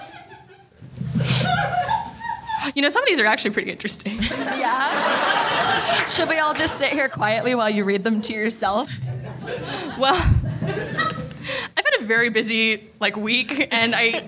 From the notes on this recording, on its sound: LIVE in CHICAGO!!! Since we're both on opposite coasts, your Cryptid Keeper hosts decided to meet in the middle and do a live show in Chicago!!! Pardon our various plosives and various other mishaps that come with live show audio.